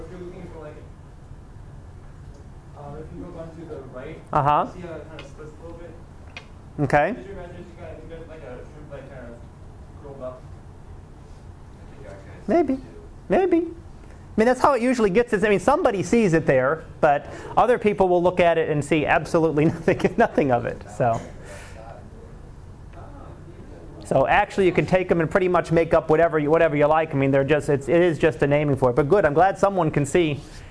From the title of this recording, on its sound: Live Class Lecture